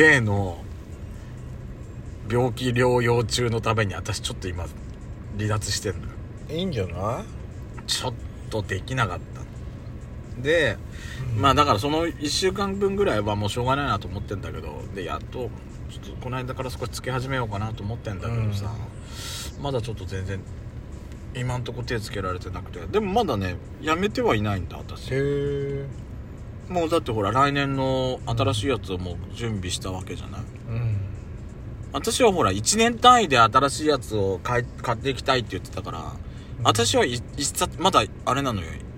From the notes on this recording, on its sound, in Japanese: 2人組。パーキング収録。